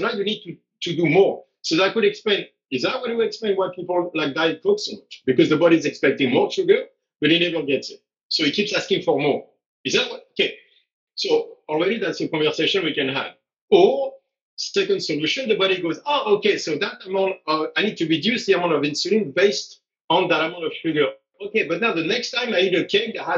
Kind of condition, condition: link, video call